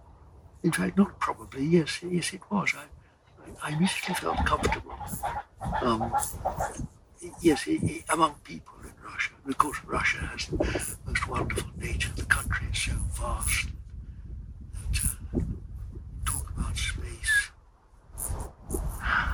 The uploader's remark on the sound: The interview we have here was in his “first church” as he describes it, which is the hillside overlooking Bakewell. There is some background noise in this interview so apologies in advance. The worst part is around minute 16 but it gets better after that. Wind noise worse here.